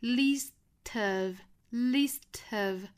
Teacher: Least 长元音 e 和后面的 of 做连读 Least of Least of 和后面的 us 再做连读 Least of us, least of us, least